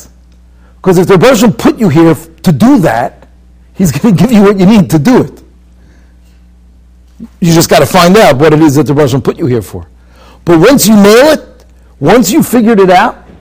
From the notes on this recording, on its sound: Shiur recorded in Yeshivas Ohr Reuven, Monsey, NY.